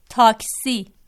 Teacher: فارسی میں چونکہ لفظ ٹے موجود نہیں ہے، لہذا ٹے کی جگہ تے استعمال کیا جا رہا ہے